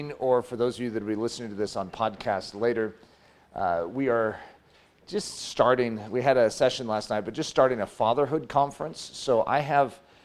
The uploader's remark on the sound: This message was given Saturday morning during his fall Fatherhood conference